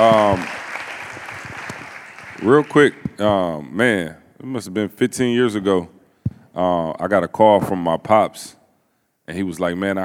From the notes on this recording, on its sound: In this live episode from Mexico